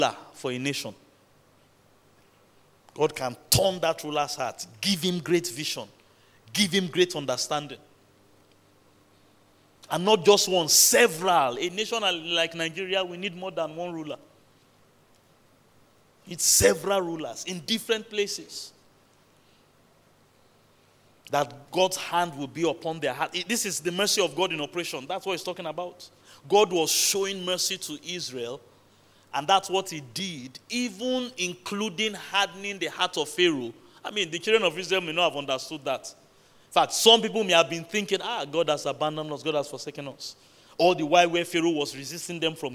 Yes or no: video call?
no